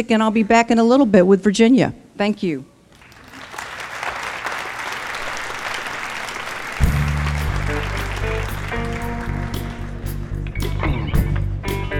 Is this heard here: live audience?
yes